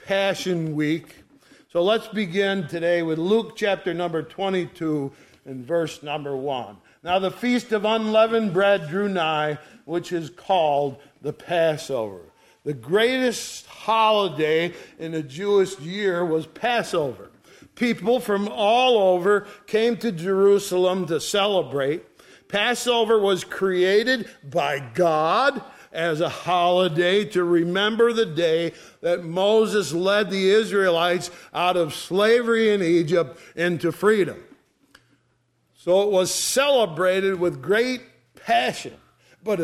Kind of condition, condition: setting, large echoing room